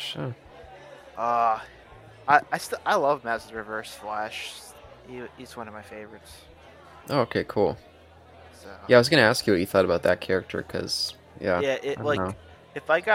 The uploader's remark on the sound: A Bar-side chat